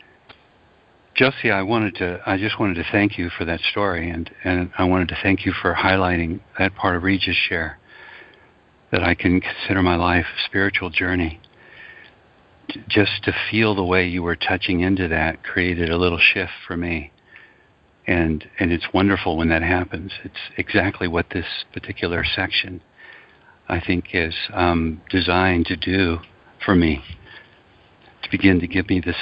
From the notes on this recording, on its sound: ACIM Daily TEXT Conference Call